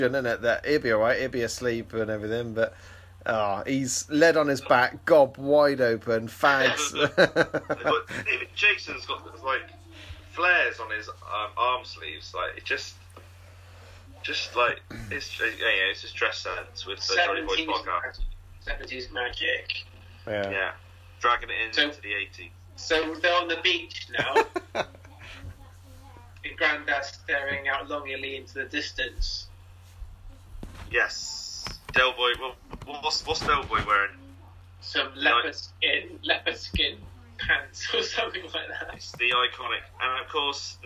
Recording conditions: video call